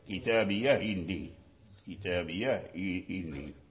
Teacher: ينقل حركة الهمزة المكسورة إلى الهاء هاء السكت، ويحذف الهمزة · Term: النقل